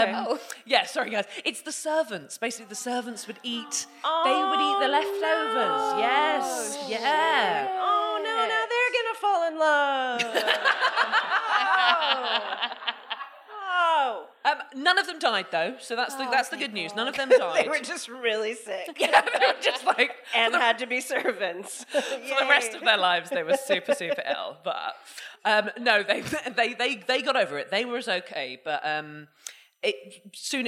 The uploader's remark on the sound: 250 DWSC LIVE. We finally get a member of the audience up on the mic to earn a bottle of cava by sharing a crime story from their lives.